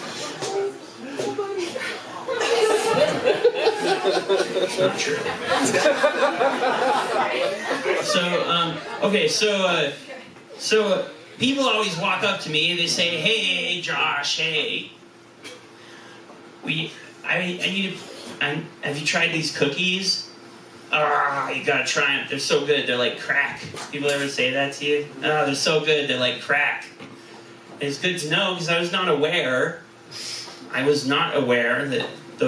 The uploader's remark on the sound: our recording had some issuses